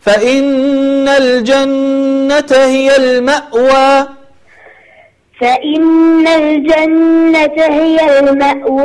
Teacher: لو تحاولين تقولين المأوى تظهرين الهمزة